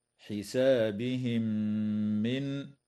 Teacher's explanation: وتدغم الميم الساكنة في الميم مع الغنة في قوله تعالى حسابهم من